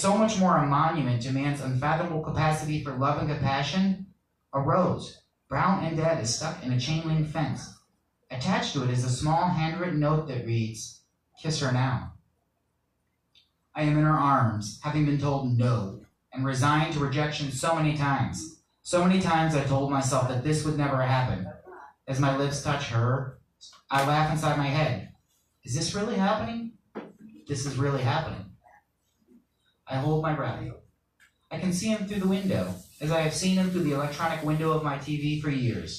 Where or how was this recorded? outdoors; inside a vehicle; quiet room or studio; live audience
live audience